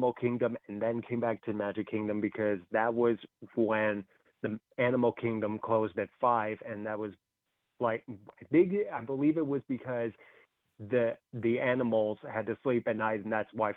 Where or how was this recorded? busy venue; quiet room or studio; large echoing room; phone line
phone line